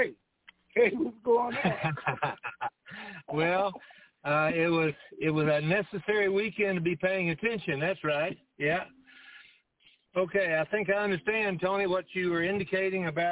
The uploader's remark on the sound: TNTSuperfantastic Conference Call